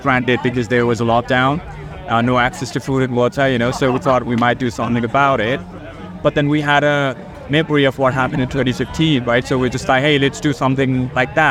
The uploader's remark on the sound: Live from 2000 Trees 2023